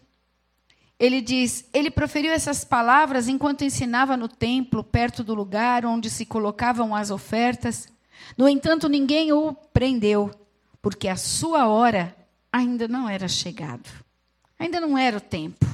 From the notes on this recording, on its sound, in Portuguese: Gravado no Culto da Família